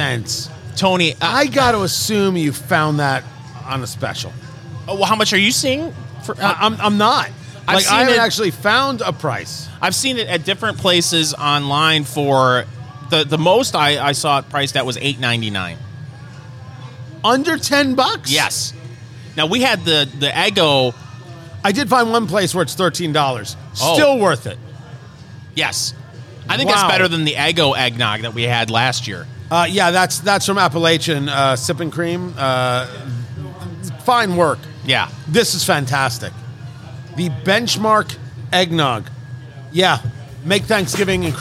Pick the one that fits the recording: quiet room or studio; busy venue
busy venue